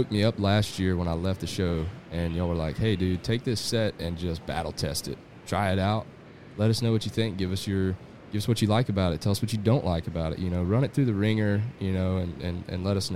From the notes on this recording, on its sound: we are once again live on Sunday morning at Texas Trophy Hunter's Extravaganza